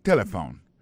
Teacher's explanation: On a remarqué que l'accent tonique l'a tombé sous première syllabe là. Si nous avons besoin de dire bien, c'est téléphone.